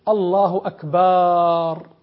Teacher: هذا خطأ، أن يمد الباء